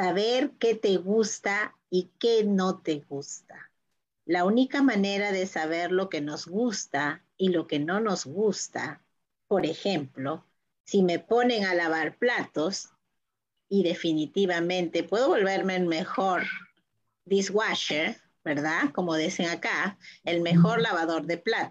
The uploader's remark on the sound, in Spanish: por Zoom y Facebook en vivo